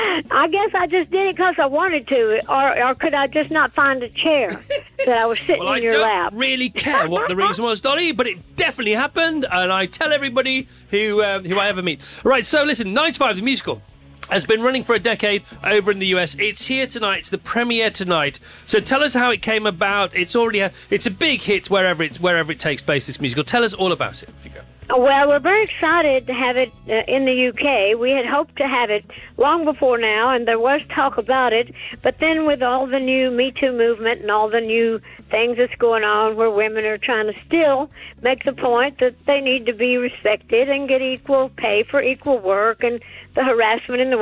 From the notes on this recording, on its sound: joined us on the phone